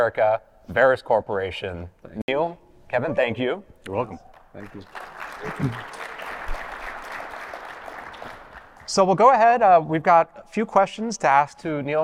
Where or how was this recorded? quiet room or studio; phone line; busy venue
busy venue